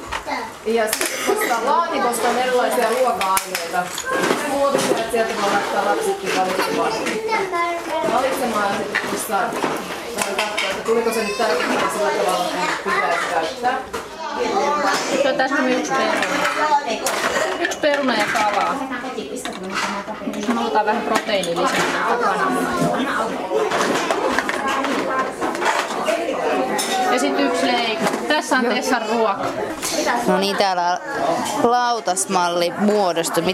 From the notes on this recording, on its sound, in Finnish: tapasi pienten lasten vanhempia Mannerheimin Lastensuojeluliiton Nöykkiön perhekahvilassa